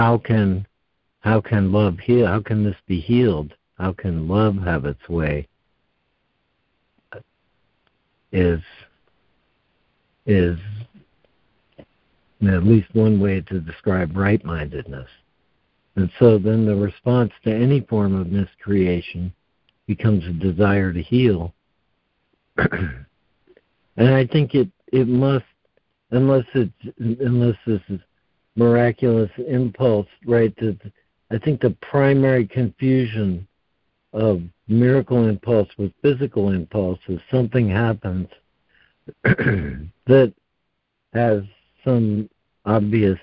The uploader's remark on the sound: ACIM Daily Conference Call.